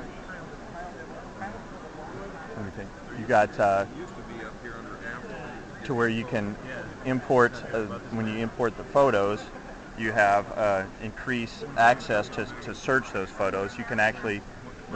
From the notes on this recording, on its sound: This was recorded on the DellPod at the 2005 Indiana Computer Educators conference in the Vendor Booth area.